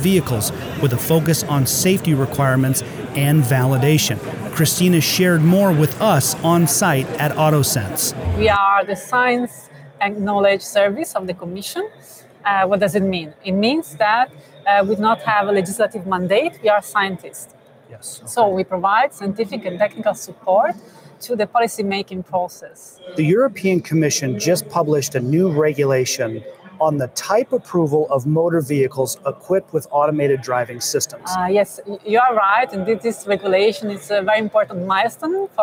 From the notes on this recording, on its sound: Live from the Autoworld Museum in Brussels, Belgium. At AutoSens and InCabin.